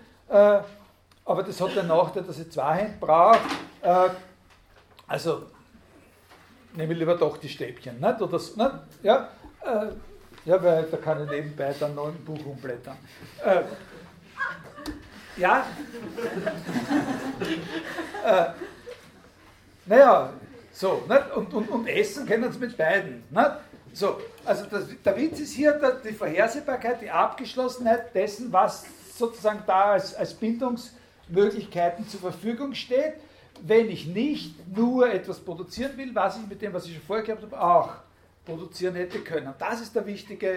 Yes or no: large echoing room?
yes